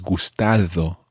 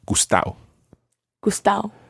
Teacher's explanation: But if you try to just understand that, that the gustao is the same as gustado, okay? And the D sound in there is the way it's written and often it's pronounced as gustao · Shown in: second take